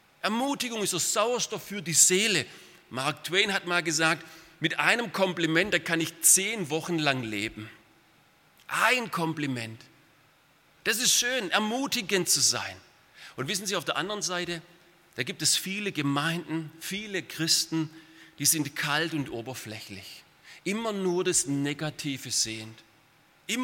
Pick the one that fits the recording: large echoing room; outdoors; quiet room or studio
large echoing room